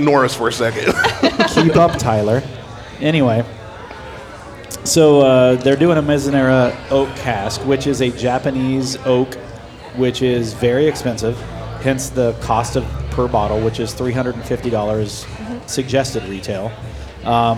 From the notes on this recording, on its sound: We were lucky enough to be invited on location at Balboa’s in Grandview.